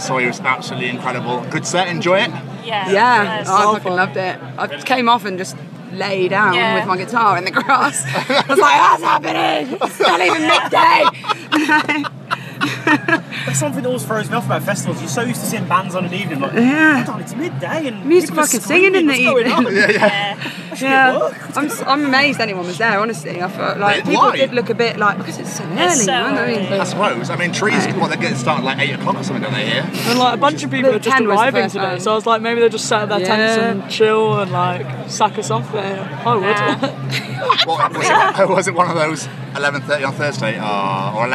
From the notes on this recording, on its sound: Live from 2000 Trees 2023